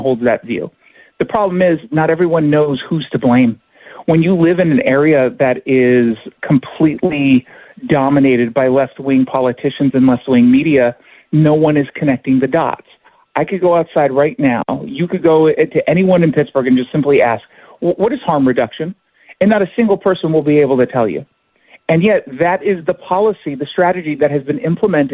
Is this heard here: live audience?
no